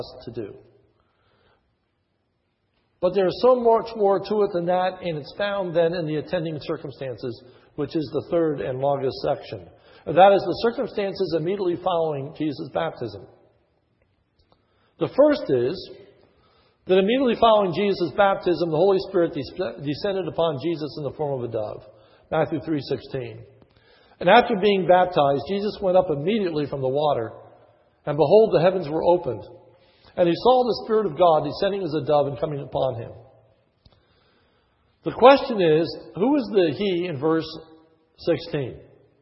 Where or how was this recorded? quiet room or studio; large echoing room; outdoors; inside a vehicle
large echoing room